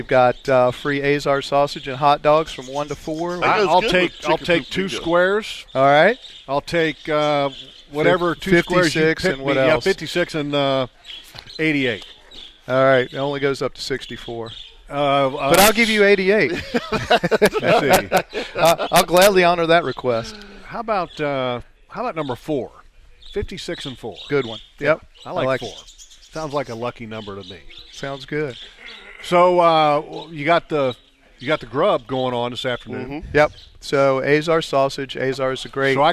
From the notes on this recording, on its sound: LIVE from Standard Feed and Seed. They weren’t at the studio…they were live at Standard Feed and Seed in downtown Jacksonville (1236 Kings Rd) for their 77th Annual Extravaganza!